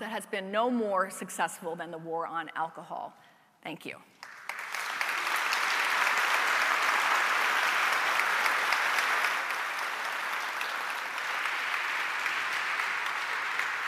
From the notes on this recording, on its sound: TED-style talks with two prominent faculty members for an audience of reunioning alumni